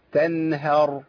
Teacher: انا عندي التاء والنون والهاء مرققين، الراء هي المفخمة، يبقى اخد كله بابتسامة لحد ما خلص الهاء.